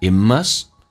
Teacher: It 的 T 去掉，气流阻塞一下。It must.尖角的 R must, R 发这个发音。It must be fate. · Term: 略音